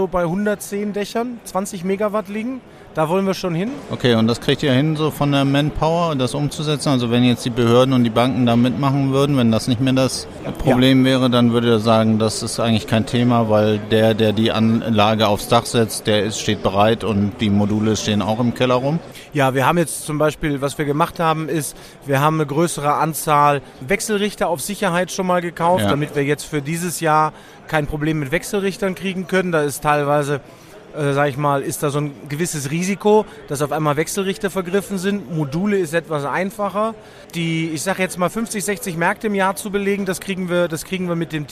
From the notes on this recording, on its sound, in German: EXPO REAL On Air 2.0 // Sonderfolge: EXPO REAL 2023. Live aufgenommen am Messestand der CINTHIA Real Estate auf der EXPO REAL 2023 in München.